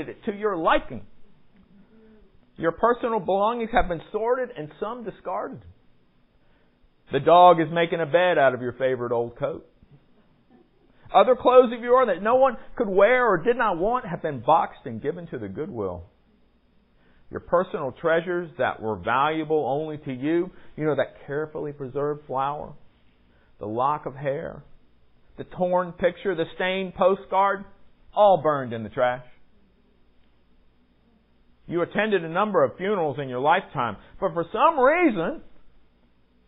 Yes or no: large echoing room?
yes